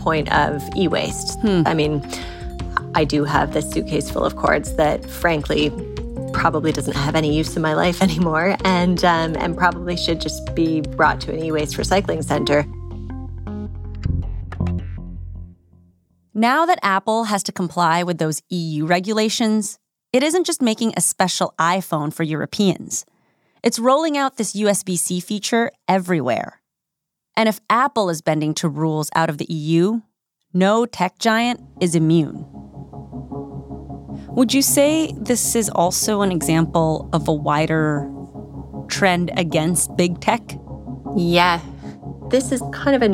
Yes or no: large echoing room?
no